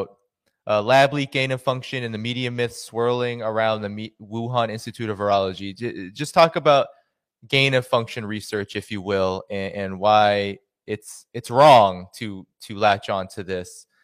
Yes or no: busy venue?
no